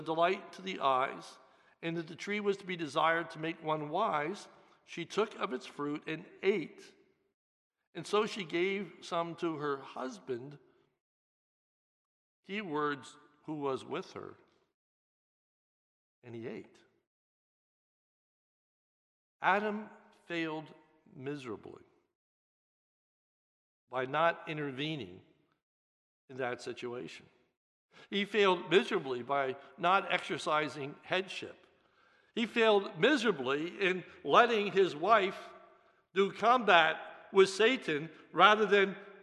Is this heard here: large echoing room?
yes